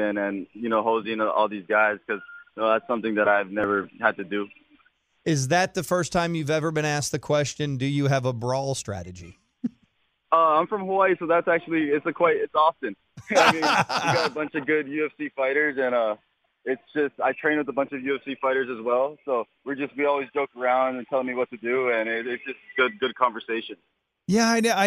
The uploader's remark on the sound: called in for a chat